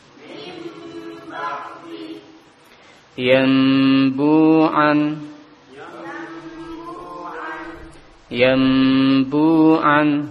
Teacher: Mim yang dilafadkan dengan merapatkan kedua bibir tanpa tekanan kuat. · Term: mim mukhfah